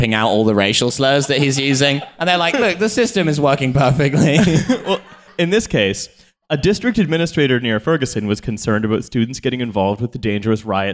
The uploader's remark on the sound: TF Live in Cambridge. We played another show outside of London—this time at Wolfson College in Cambridge.